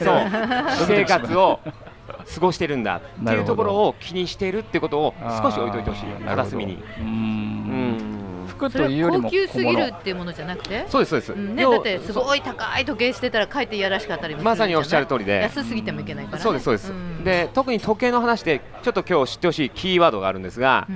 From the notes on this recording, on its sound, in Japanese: 公開収録PARTY。オーガニックワインバー喃喃 麻布十番ストアより公開収録！